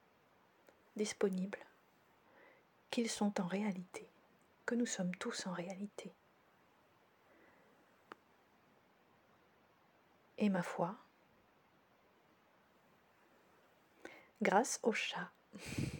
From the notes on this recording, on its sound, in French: Ce podcast a été enregistré en Présence de Réglisse, l'auteure du ronron l'accompagnant.